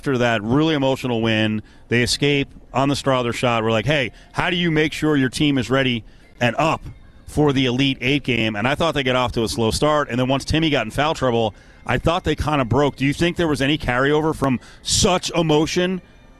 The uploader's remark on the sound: LIVE AT LV BALLPARK